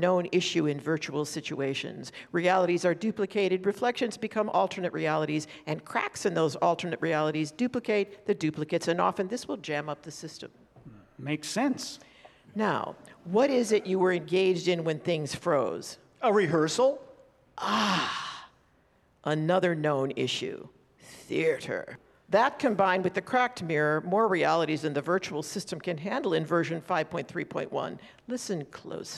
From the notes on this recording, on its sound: Recorded live from the Swedish American Museum in Chicago.